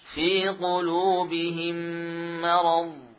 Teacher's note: sifat istitalah diberikan pada dhad sukun.